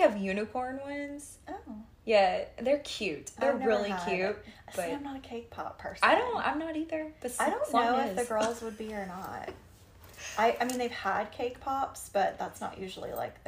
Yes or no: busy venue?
no